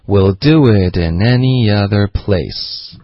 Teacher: any 跟 other 之间会有一个很轻的一个 ear 的一个声音